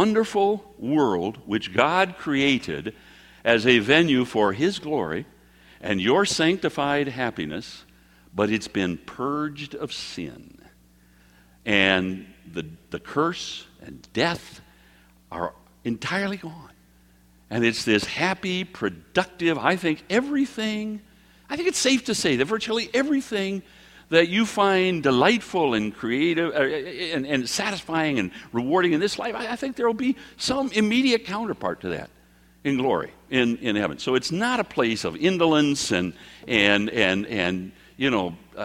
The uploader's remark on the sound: Prophetic messages given at our annual prophecy conferences.